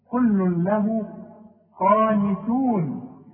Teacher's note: ادغام كامل بدون غمه، هندغم لكن ما نغمش